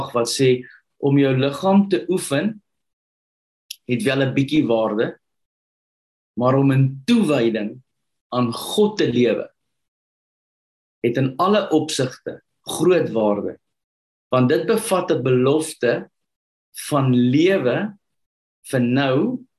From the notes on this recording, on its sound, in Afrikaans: Manne van die Woord Zoom Byeenkoms